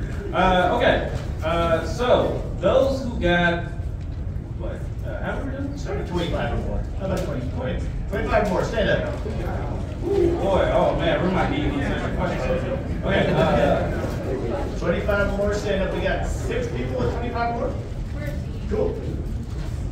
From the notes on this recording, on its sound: Listen at your own risk, as the audio is pretty rough! Trivia panel at the end of Planet Comicon (KC, 2023, Day 2 Saturday). We're just going to post the raw footage for this one.